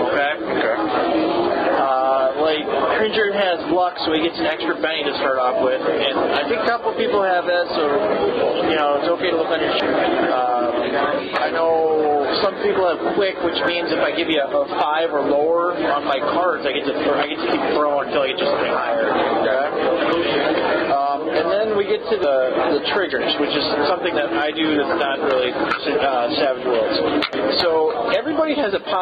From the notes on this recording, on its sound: Apologies for the sound quality.